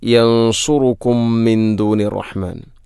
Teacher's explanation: യൻസുറുക്കും എന്നതിൽ ഇഖ്ഫാവും ബിഗുന്നയുണ്ട്, സുക്കൂനുള്ള നൂനിന് ശേഷം സ്വാദ്. അവിടെയും ശ്രദ്ധിക്കണം, യൻസുറുക്കും സ്വാദാണ്.